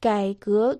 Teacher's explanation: «Кай» произносится в третьем тоне, «гэ» – во втором тоне.